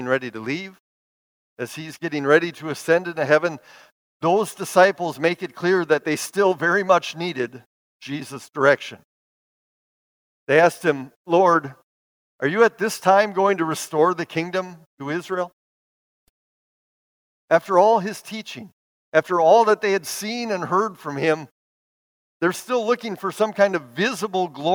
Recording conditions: large echoing room